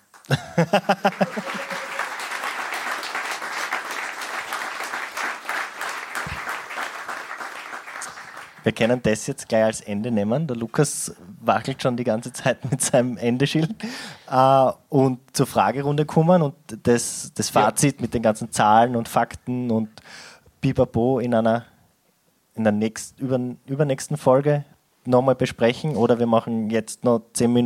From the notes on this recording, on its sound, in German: Live Aufzeichnung im Grazer Orpheum Extra. Der Abend wird mit Fragen aus dem Publikum, und einer Audio Nachricht.